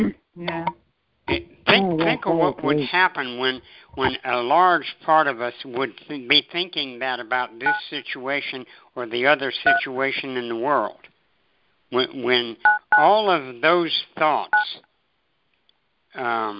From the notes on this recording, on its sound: Conference Call.